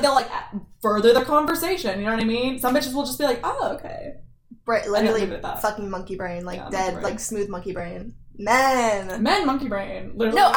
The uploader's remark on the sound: If you hear microphone issues.